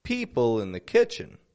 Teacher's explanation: Notice the words in the are both unstressed.